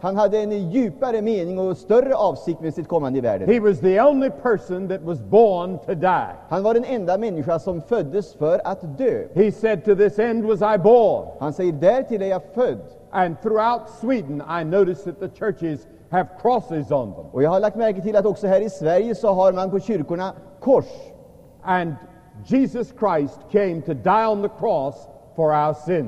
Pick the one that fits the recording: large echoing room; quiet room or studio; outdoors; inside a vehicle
large echoing room